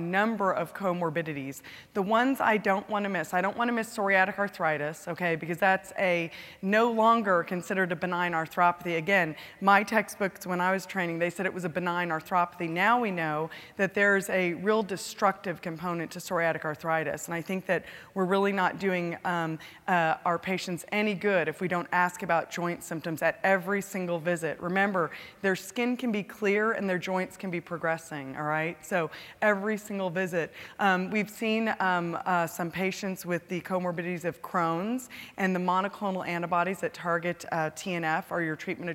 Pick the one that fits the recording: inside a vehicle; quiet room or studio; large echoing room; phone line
large echoing room